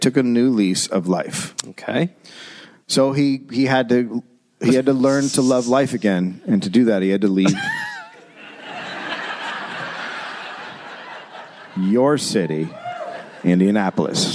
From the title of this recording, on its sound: Live in Indianapolis